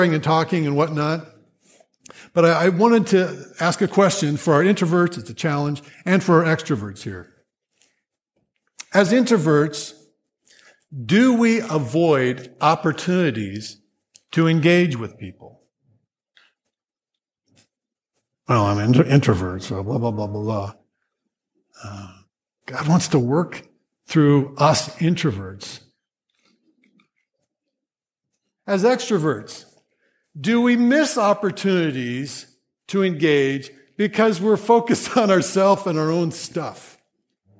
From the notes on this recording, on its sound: Grace Church Sermon Audio